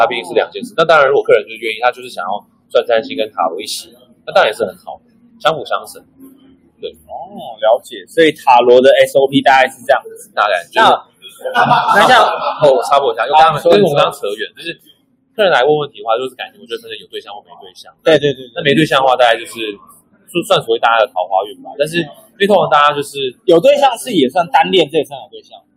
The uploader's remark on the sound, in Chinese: 本集現場錄音品質稍差，敬請見諒。